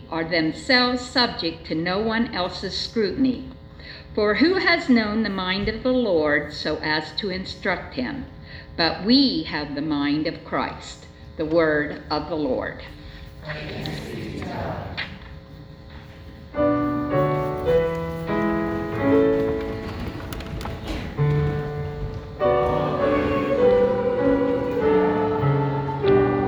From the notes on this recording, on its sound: Sunday church service recording from St. John's Lutheran church in Dola Ohio.